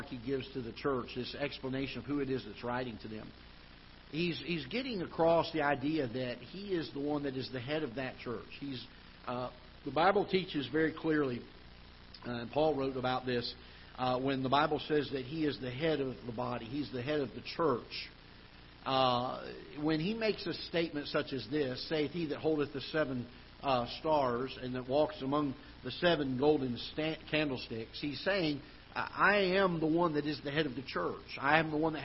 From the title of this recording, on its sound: Ketha Heights Baptist Church ~ Live Broadcast